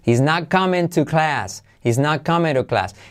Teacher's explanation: y ese not, la T casi no se dice